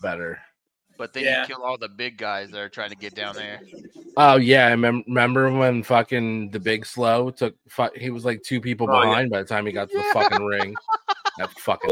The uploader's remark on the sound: Enjoy the audio playback from our LIVE show at Copeland’s Bar and Grill !!